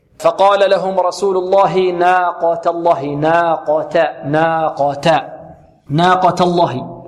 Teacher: التاء هنا ماذا؟ مرققة، واللام بعدها مفخمة أو مغلظة، لأن لفظ الجلالة سبق بماذا؟ سبق بفتحة